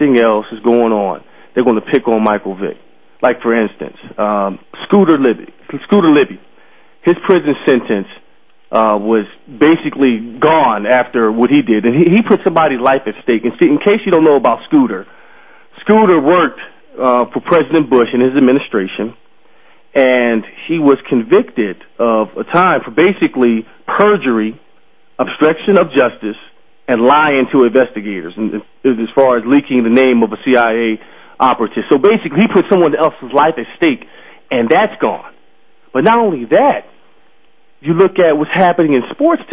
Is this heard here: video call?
no